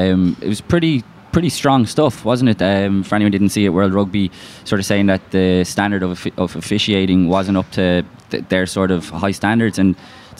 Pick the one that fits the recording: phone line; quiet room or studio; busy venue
busy venue